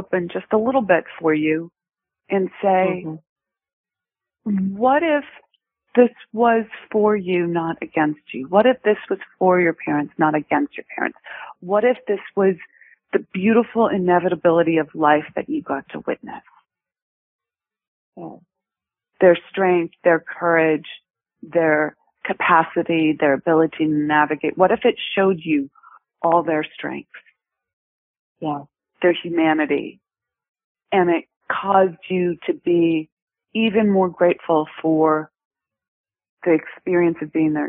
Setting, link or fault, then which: link, phone line